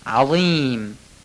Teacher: حرف وای دستدار رو مثل ذال فقط درشت بگید. ما در فارسی مثل ز میگیم، میگیم عظیم، اما در عربی همون گونه که گفتیم ذال نوک زبانیه، زای دستدار هم نوک زبانیه، فقط ذال نازک بود، وای دستدار درشته، عظیم.